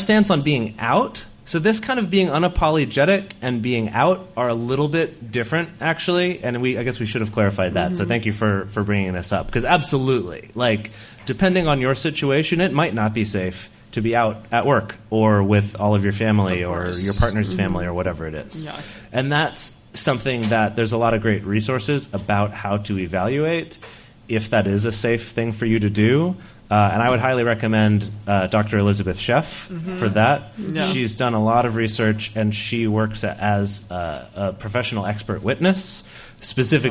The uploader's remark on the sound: This week's episode was recorded during Multiamory's very first stop on their West Coast Tour 2017! Every seat in the house at Octopus Literary Salon in Oakland, California was full.